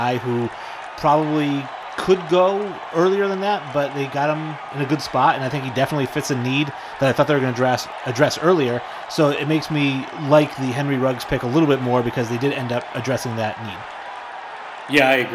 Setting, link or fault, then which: setting, busy venue